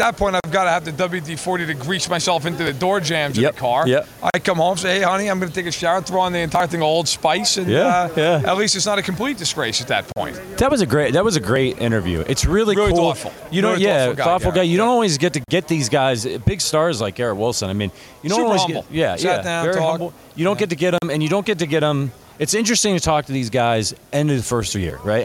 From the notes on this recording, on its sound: Live from Super Bowl LVII.